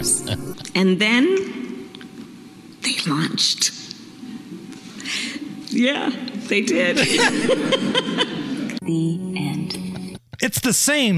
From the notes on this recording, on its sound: She was the keynote speaker at the Social Action Luncheon for the Delta Sigma Theta convention.